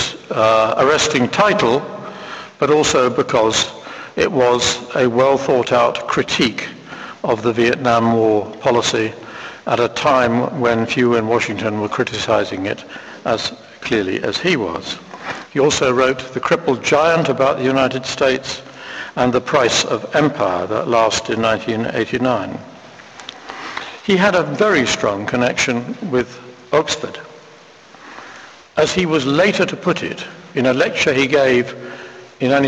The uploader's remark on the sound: Inaugural Fulbright lecture in International Relations, given at St Antony's College